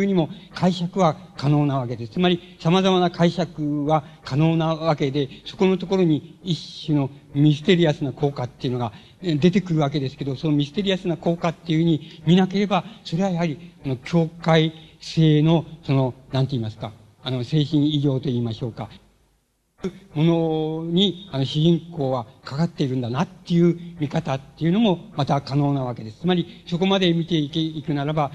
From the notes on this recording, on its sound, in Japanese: 場所：渋谷・シアターコクーン。音源は主催者提供。